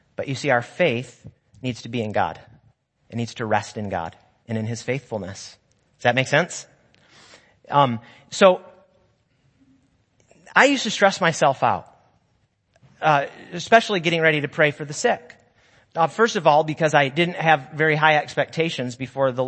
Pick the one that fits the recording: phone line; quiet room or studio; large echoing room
large echoing room